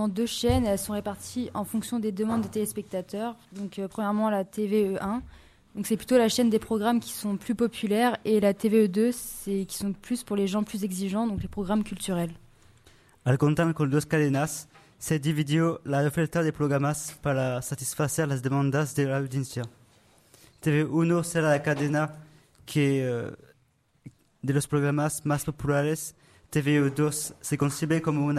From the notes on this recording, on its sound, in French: Emission réalisée en direct le mercredi 20 janvier 2016 lors de l'événement Radio2B On Air